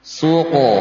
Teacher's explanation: ada sifat tafkhim yang juga terbawa pada suara qalqalah